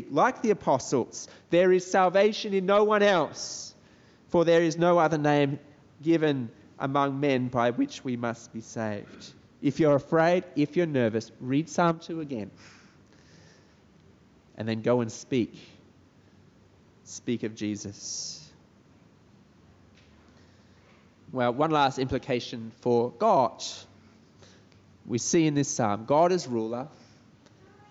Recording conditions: large echoing room